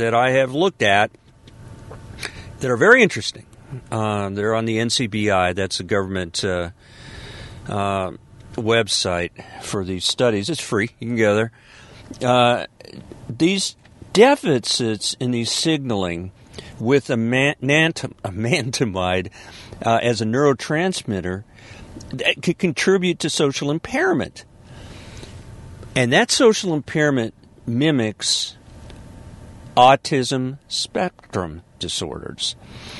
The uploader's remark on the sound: This is a podcast from the car. Of course, ending at Publix.